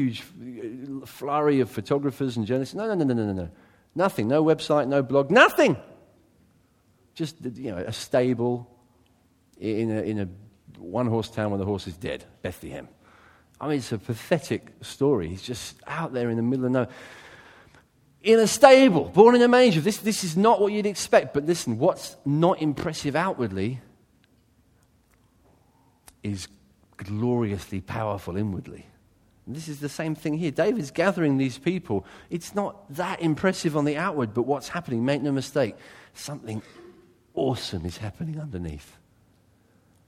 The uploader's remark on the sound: a sermon taken from his church; Church of Christ the King, Brighton